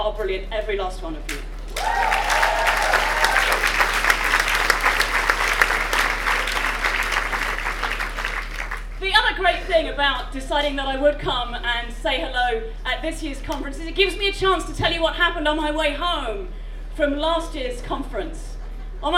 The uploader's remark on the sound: Recording from the Sunday Closing Session of the FiLiA 2019 Conference. Recording from the Sunday Closing Session of the FiLiA 2019 Conference.